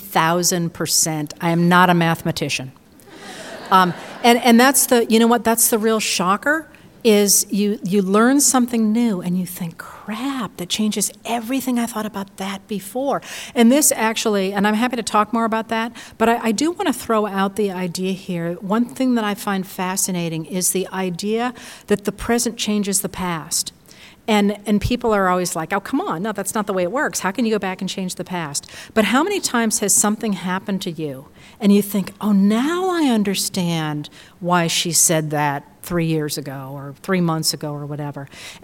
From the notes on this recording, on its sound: live series Writers on a New England Stage at the Music Hall in Portsmouth, NH